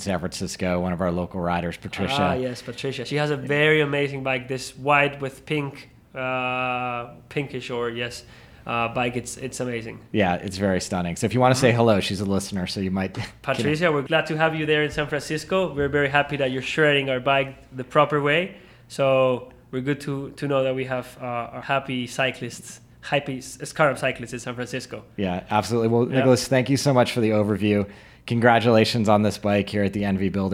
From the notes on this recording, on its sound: This episode was recorded at the 2021 Enve builder round up.